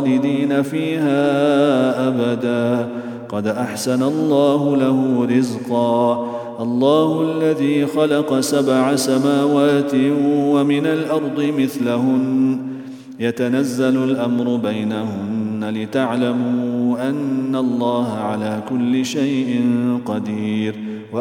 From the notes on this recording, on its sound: at the Houghton Masjid (West Street)